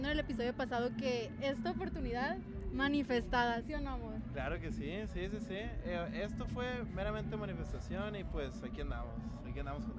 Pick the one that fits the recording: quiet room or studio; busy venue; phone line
busy venue